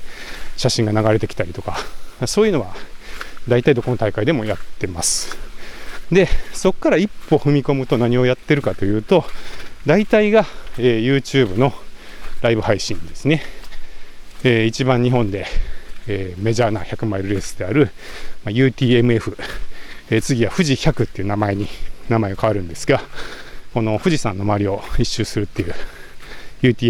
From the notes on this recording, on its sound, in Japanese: LAKE BIWA 100というトレランレースに行って、たくさん音声を収録し、 IBUKI STATION で配信をやってきました。鈴鹿山脈を進むトップ選手の実走インタビュー！M2を持ちながら走って録ったエピソード。